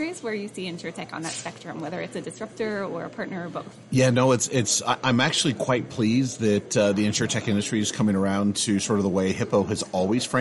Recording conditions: busy venue